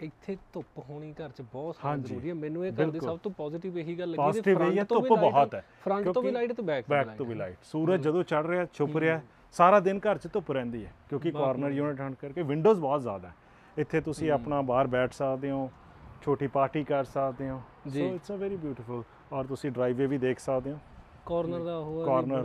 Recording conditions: inside a vehicle